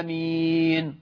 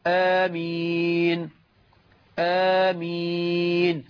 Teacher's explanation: الصواب أن تمد الألف حركتين وتمد الياء 4 حركات مد عارض للسكون · Shown in: second take · فنقول هكذا: آمين آمين، مش آمين غلط، نقولها هكذا: آمين.